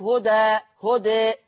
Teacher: لأن لما هوصل هرجع التنوين كما كان، لكن لما أقف هبدل التنوين بألف هدى هدى، لكن في الوصل هدى ها خلاص ما بقاش في ألف.